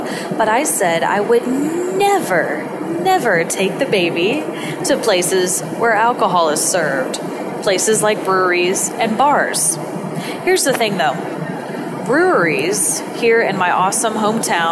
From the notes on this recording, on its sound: I recorded this episode from an airplane. Please forgive the less-than-ideal audio.